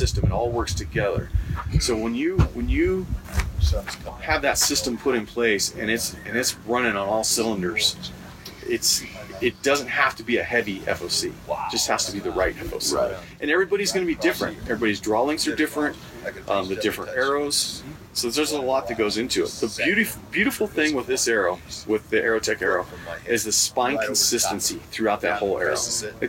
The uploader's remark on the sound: Live from Mountain Archery Fest at the Purgatory resort in Durango, Colorado. We sit down in the Western Contours booth.